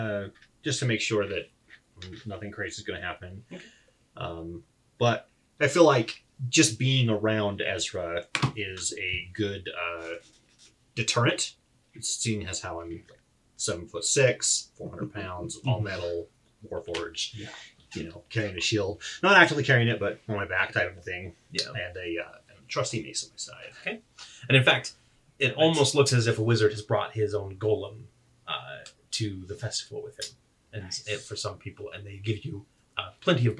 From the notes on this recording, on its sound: The audio in this is not the greatest.